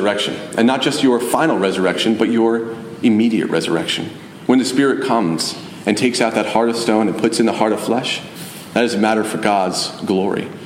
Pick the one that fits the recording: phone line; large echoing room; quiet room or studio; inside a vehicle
large echoing room